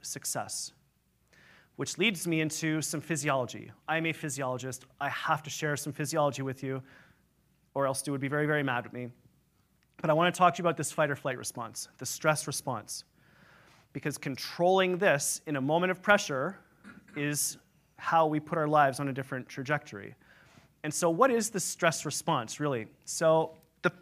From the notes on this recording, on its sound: Keynote at the EPIC community event in Vancouver